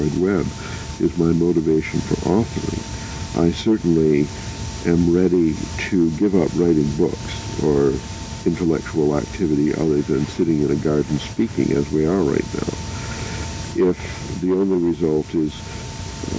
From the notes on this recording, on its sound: Recorded in Hawaii sometime in 1994, this was a private trialogue (conversation) between the three of them in the garden. They had the foresight to turn on a tape recorder that day.